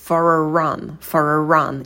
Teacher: Во-первых, это linking, когда мы соединяем слова for, for. Звук r будем произносить, так как следующее слово у нас начинается с гласной, да, у нас артикль начинается с гласной.